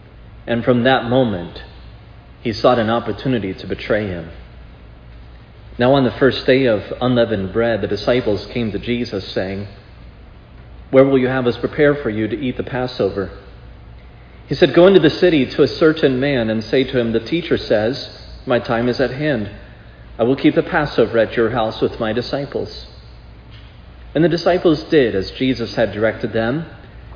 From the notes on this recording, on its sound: was preached at Providence Church on Sunday, July 3, 2022